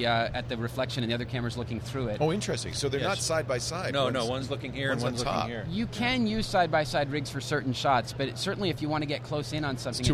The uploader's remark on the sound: Day 1 live coverage of NAB Show 2011. Day 1 live coverage of NAB Show 2011.